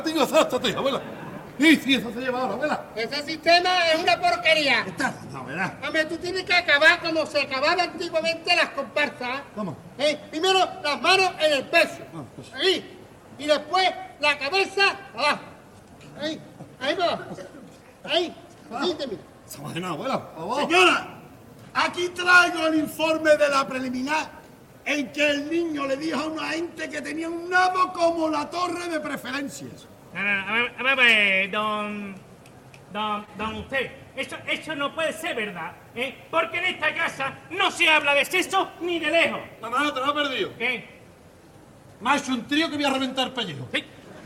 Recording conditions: live audience